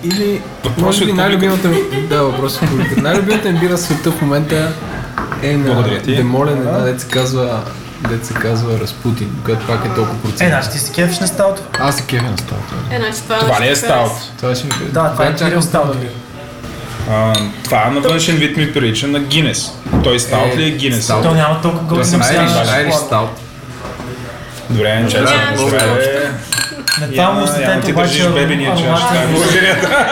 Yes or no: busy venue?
yes